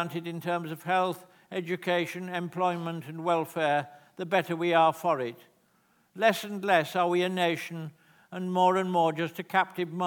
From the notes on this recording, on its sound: This is a recording of a live Platform event from November 2012.